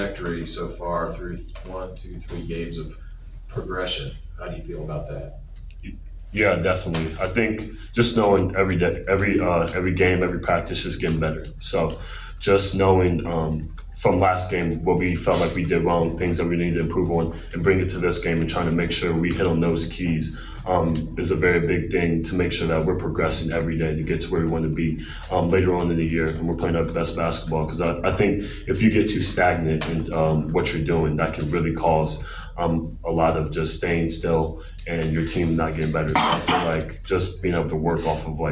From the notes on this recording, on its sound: Throughout the year, Land-Grant Podcast Network will be bringing you uncut audio primarily from Ohio State press conferences, but also from individual interview sessions.